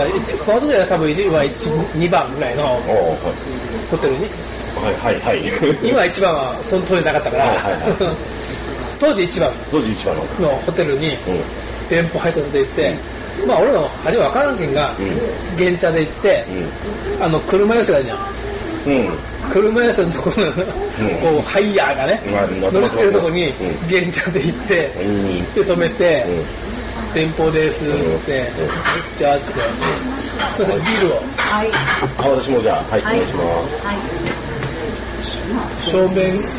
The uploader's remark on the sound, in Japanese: 昼間の収録を終え、近所の居酒屋「耕房」にて、旨いアジフライを食べつつ、冷えた生ビールを呑みつつのグダグダトーク。。。